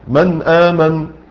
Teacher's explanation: اما قوله رحمه الله بلا فصل، فخرج به الاظهار، الاظهار في فصل، في فصل، وان كان فصلا يسيرا، من امن فصلت بين المخرجين، قلت النون وبعد كده رحت قلت الهمزه